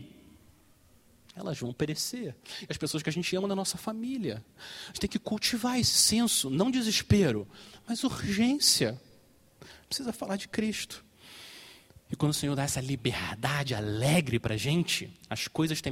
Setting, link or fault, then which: setting, large echoing room